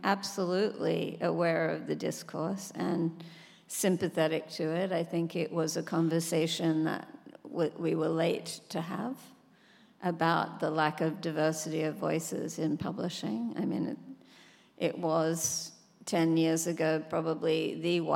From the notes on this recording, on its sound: On stage at The Music Hall in Portsmouth. This conversation was recorded live.